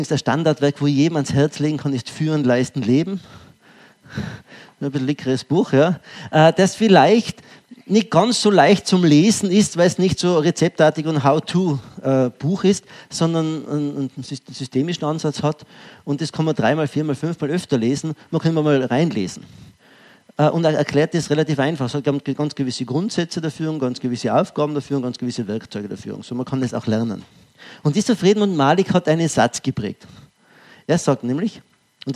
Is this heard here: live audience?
yes